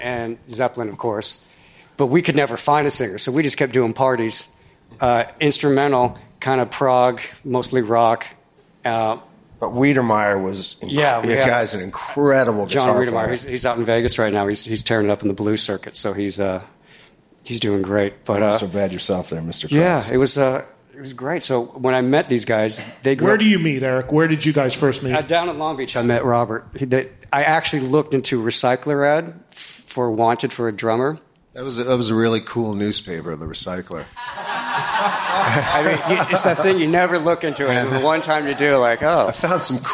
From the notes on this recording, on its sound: Recorded in front of a live studio audience